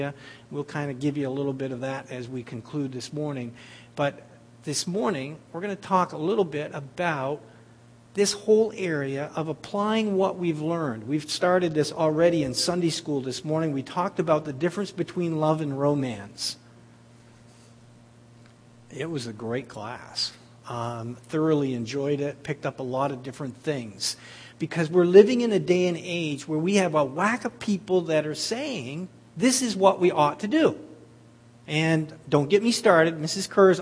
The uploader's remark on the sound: At The People&#8217;s Church of Somerville, NB on the morning of February 15, 2015. At The People’s Church of Somerville, NB.